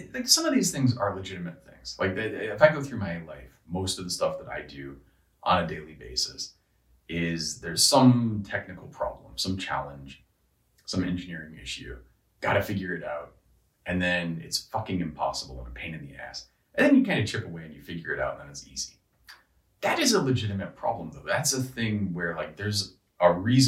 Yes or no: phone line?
no